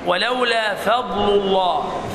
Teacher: الفاء مرققة واللام كذلك، لام فضل. أما اللام من اسم الجلالة فهي مفخمة لأنها مفتوحة، وقبلها قبلها مضموم.